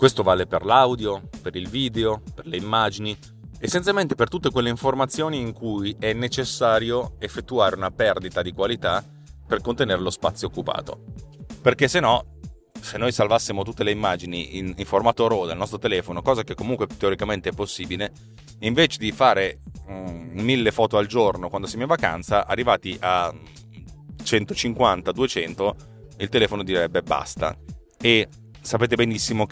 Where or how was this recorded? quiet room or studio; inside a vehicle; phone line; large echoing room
inside a vehicle